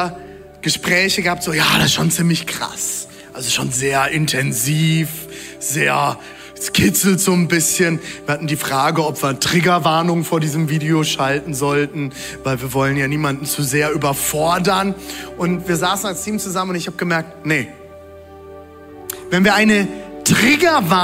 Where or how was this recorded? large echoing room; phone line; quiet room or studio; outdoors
large echoing room